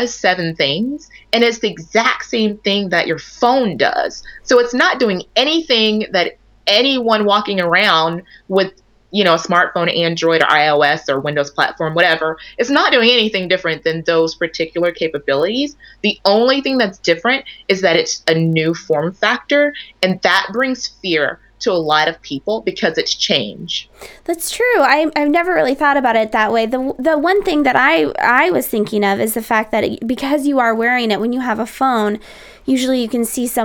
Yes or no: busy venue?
no